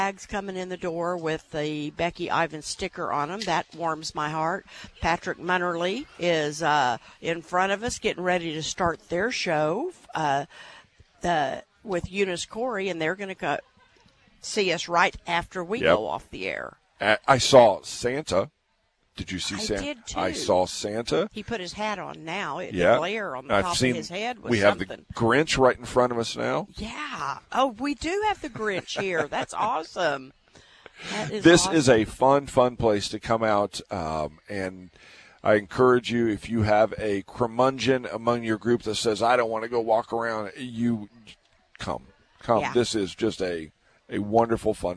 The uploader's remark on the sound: Live at the Santa Market